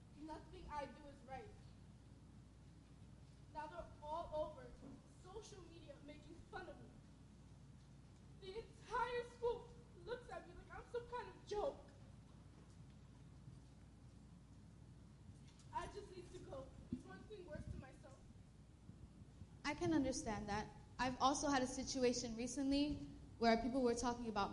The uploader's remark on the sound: This is the AUDIO of a presentation that took place at TSF this past Sunday, 12/23.